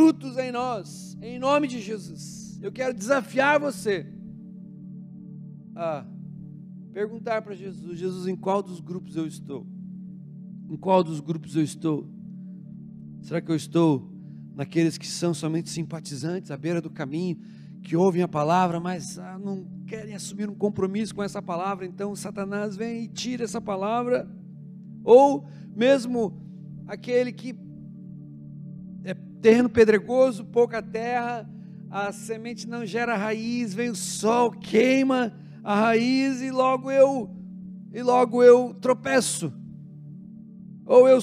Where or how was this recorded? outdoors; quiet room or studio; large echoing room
large echoing room